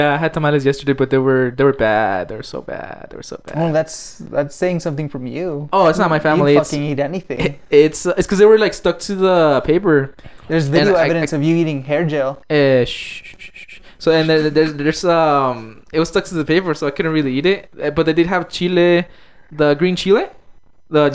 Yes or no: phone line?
no